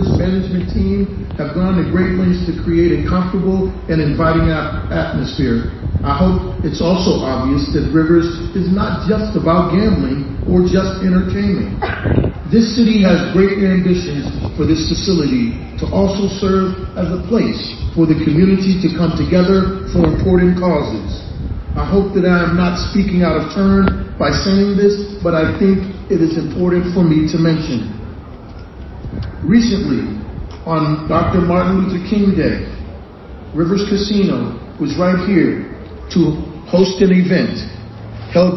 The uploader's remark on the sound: speech on the morning Rivers Casino opened its doors to the public